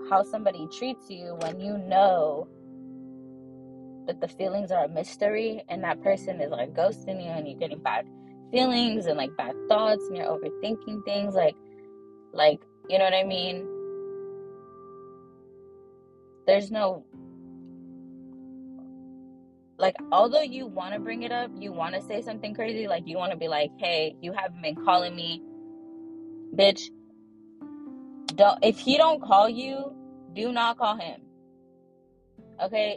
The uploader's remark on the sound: In the Car EPISODE!!!!